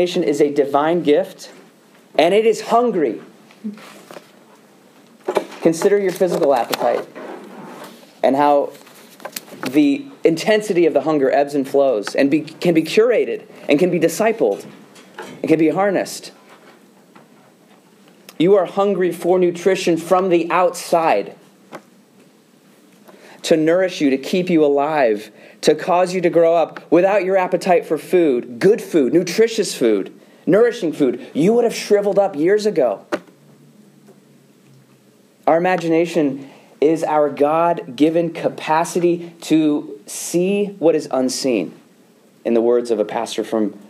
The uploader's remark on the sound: Delivers a lecture to the Student Theological Society of Moody Bible Institute.